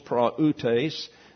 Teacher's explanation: Looks like a diphthong there, but it's not. It's two syllables